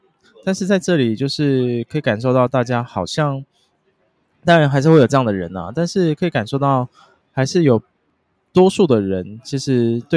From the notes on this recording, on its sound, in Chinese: 這次在Central Station旁邊的咖啡廳錄音，也是別有不同風景與體驗!